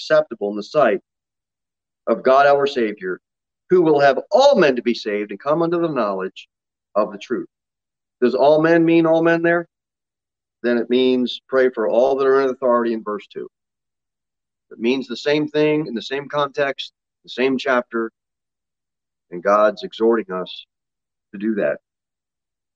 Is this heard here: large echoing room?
yes